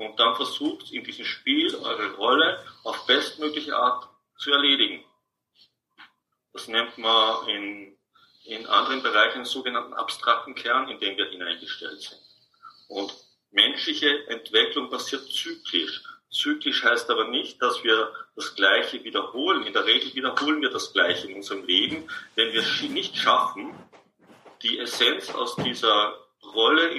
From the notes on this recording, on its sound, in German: Dies ist ein Mitschnitt aus einem Online Seminar.